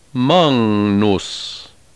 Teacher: The combination GN is pronounced ng, as in the Latin word for great, magnus.